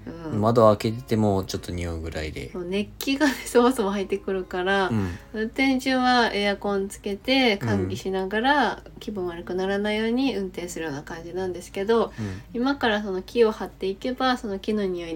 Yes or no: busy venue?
no